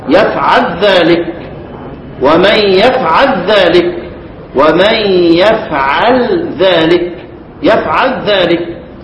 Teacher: بإدغام لام يفعل في الذال